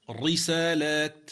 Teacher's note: هو أتى بالحركة مكسورة لكن لم يأتي بالترقيق على وجهه، فخمها